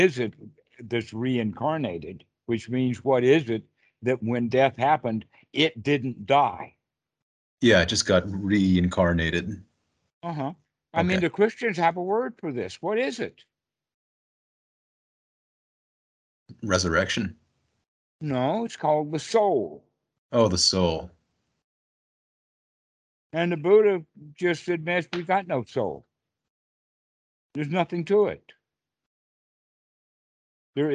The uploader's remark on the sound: skype calls